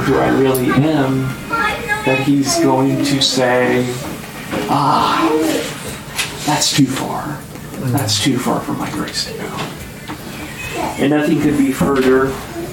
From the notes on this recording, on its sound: Sorry for the bad audio quality on this episode.